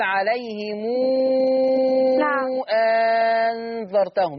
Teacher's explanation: لما الميم يجي وراء همزة نعمل لها صلة